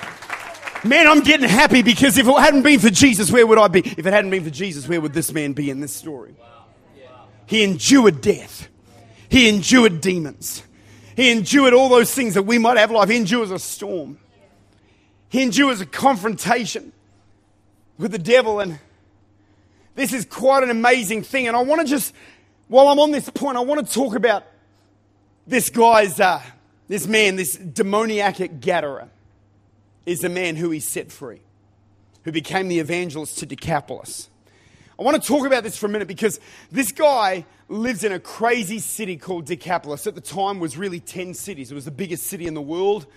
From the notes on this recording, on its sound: Recorded at Lifepoint Church.